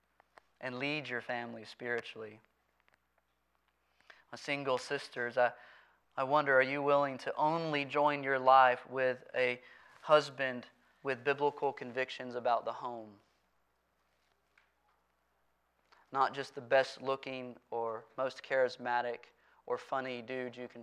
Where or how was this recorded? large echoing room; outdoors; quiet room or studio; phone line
large echoing room